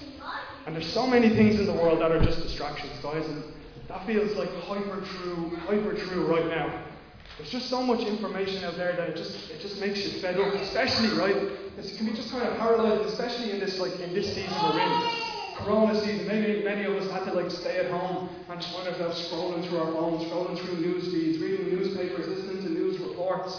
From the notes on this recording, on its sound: Recorded live at Liberty Church on 12th July 2020